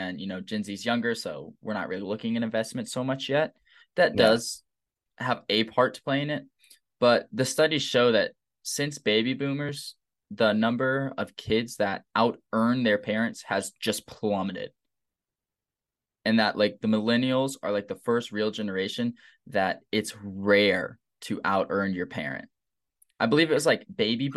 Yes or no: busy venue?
no